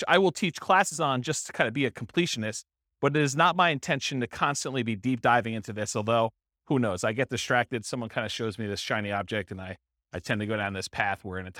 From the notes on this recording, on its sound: This was a live class recorded